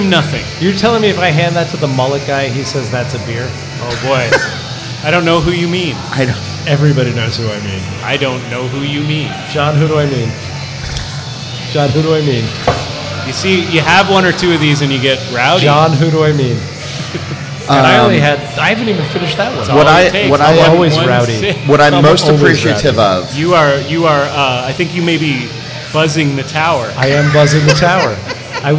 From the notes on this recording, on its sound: We turned 8 last Monday and celebrated by recording a live in-person show with a small but dedicated crowd at our original location, Barcade Jersey City.